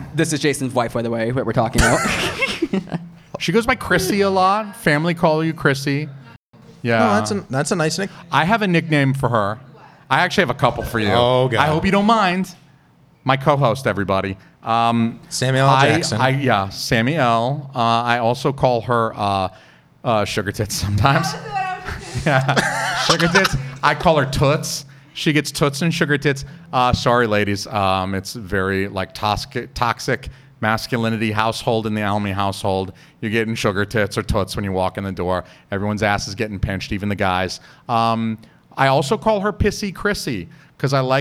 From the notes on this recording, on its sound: We go live at Curlies Comedy Club, New Hampshires only comedy club